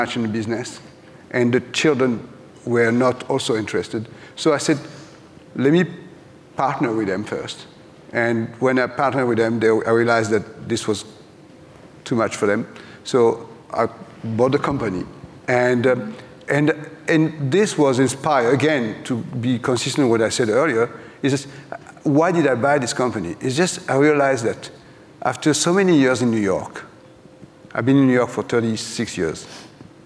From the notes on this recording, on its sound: live at the Glossy Beauty x Wellness Summit